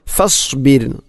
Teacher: റായിന് തർക്കീക്കാണ്, അഥവാ നേർപ്പിച്ചുകൊണ്ട് ഉച്ചരിക്കണം ഫസ്ബിർ. അതോടൊപ്പം സ്വാദിൻ്റെ ഉച്ചാരണവും, അതിനെ സീൻ ഫസ്ബിർ ഫസ്ബിർ അല്ലെങ്കിൽ ഫസ്ബിർ എന്ന് പറയരുത്.